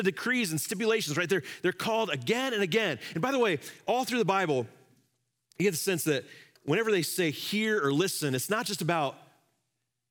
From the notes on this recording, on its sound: Live from our Celebration Ministry Center